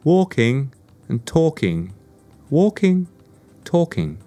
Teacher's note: Next point is a pronunciation issue, quite a frequent one again, you know, walking, walk, walk. Now in these words, the L is silent. It's written, but it's not pronounced. So instead of saying walking or talking, you should say walking and talking, walking, talking.